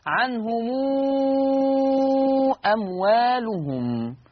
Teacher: قرأ ورش بصلة ميم الجمع بمقدار ست حركات